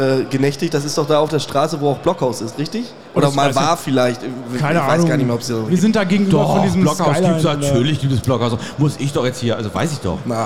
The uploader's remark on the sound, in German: Messe - Tag 5 LIVE. Der Live Podcast von der #CratorStage der ISH 23 Frankfurt.